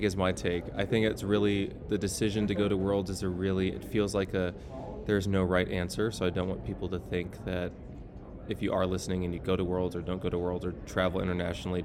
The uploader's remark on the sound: Live from AO Finals